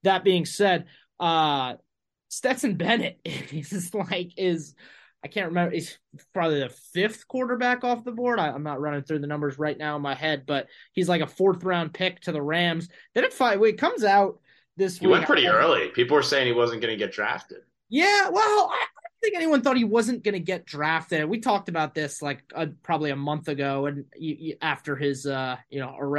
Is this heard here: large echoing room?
no